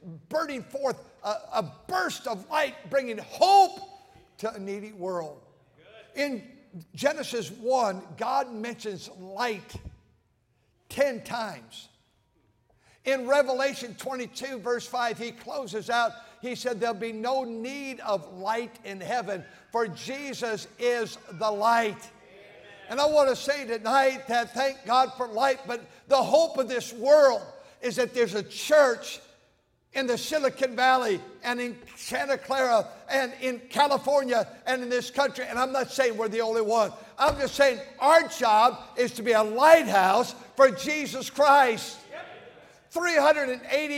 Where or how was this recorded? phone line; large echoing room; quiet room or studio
large echoing room